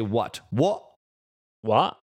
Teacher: You actually change the T to a glottal.